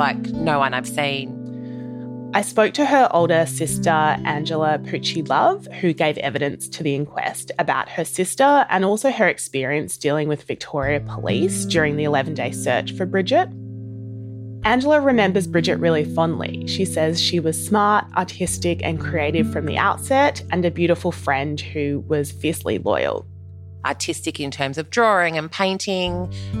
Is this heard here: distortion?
no